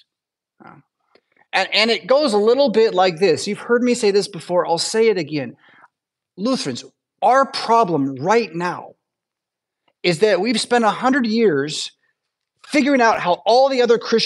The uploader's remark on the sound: Preached at St Paul Lutheran Church , Rockford, Illinois on Sunday December 10th, 2023.